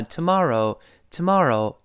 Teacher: tomorrow 那个字母 r 还是要勾舌的